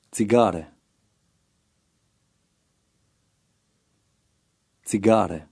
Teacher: Note the long A sound, as in the English word cart.